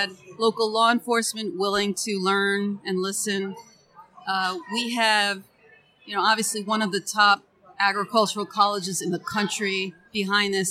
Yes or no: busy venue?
yes